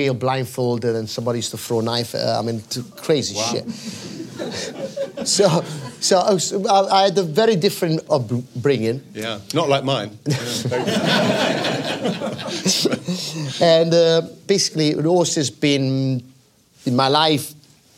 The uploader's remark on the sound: On board The Rive Gauche for a show recorded in front of a live audience.